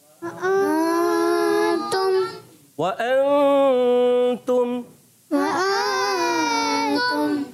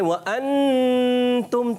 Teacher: نون کو چھپائیں گے اور غنہ کریں گے، یعنی ناک میں آواز لے کر جائیں گے اور نون کو کلیئر نہیں کرتے · Shown in: first take · Term: اخفا